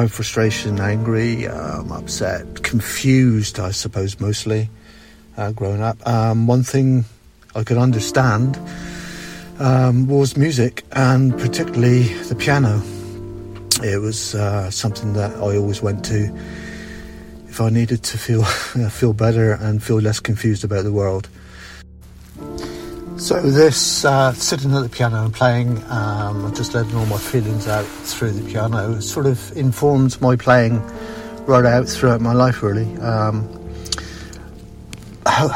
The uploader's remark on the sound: The podcast is a non scripted, rough, off the cuff recording, which is in keeping with my piano piece. Recorded after work, sat in my car, tired and jaded after working with challenging students all day (including jacket rustling).